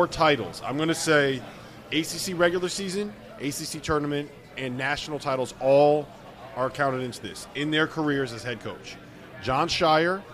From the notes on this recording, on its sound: AFTER DARK live from New Orleans!